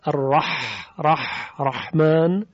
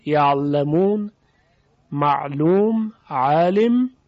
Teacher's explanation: ببینید فشار و پراکندگی هوا خیلی بیشتره در حرف حا. از این روست که در حا زبری شنیده می شود، یعنی صداش زبره، خشنه نسبت به عین.